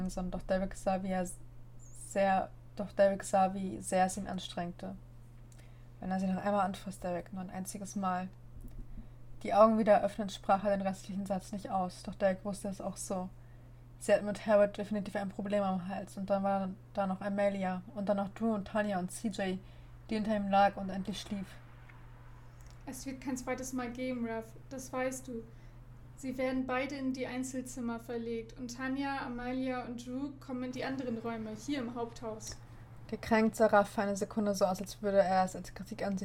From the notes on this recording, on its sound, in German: Entschuldigt die Hintergrundgeräusche